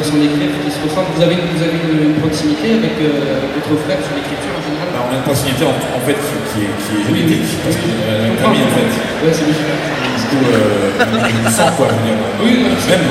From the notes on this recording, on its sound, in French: Suite des enregistrements réalisés lors du TGS 2016, la conférence Hero Corp.